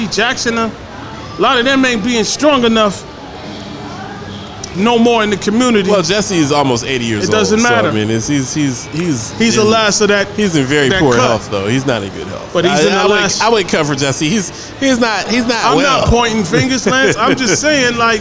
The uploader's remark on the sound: Live from Dave & Busters